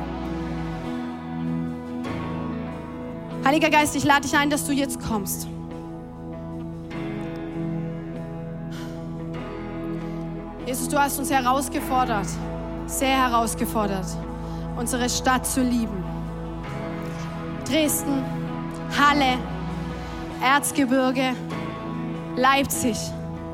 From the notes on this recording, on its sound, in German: Audiomitschnitt der Predigt